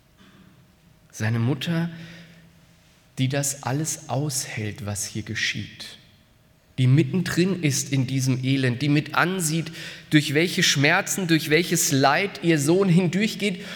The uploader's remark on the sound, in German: aus dem Karfreitaggottesdienst der Missionsberg-Gemeinde (LM)